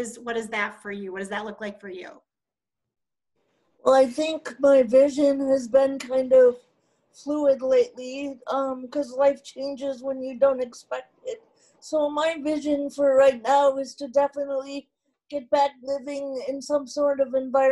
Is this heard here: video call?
yes